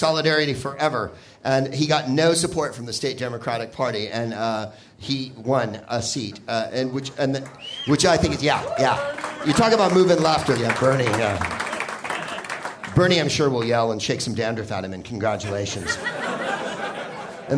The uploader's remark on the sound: Live from Comedy Works in Denver